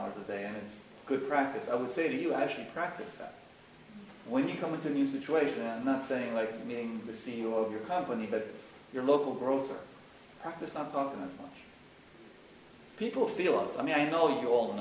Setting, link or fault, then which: fault, poor sound quality